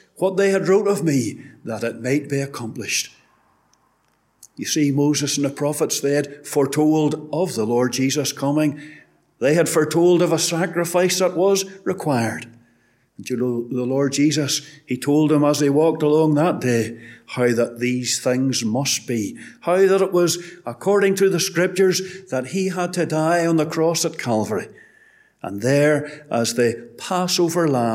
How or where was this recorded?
large echoing room